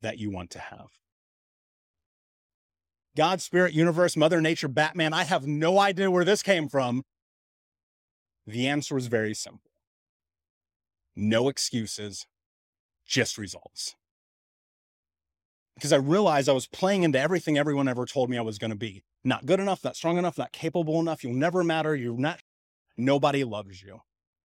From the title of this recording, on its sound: AlignCon keynote